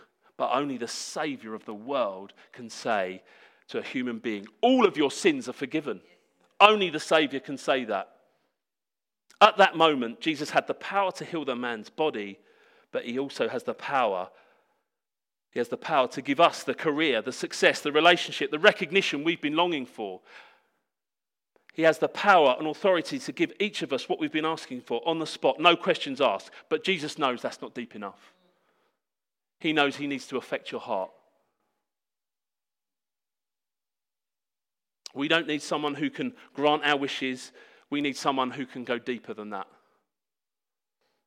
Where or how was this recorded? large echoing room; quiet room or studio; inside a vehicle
large echoing room